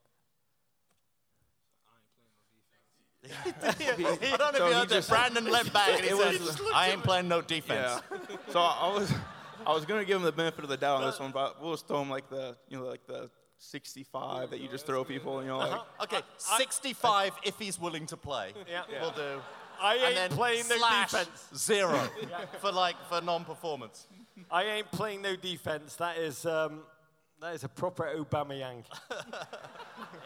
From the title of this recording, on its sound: Live in Los Angeles